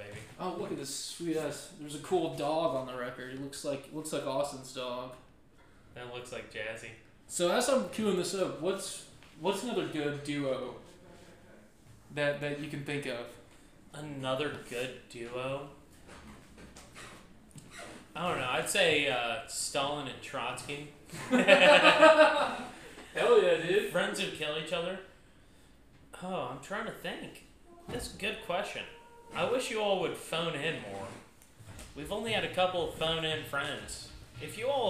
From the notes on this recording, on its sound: LIVE in Chicago. LIVE from Chicago!